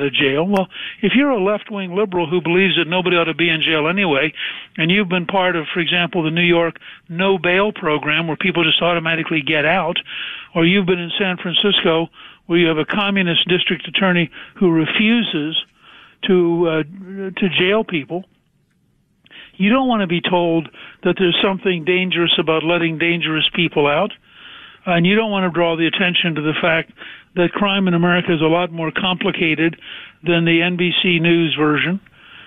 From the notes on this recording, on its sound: Makes a surprise phone call.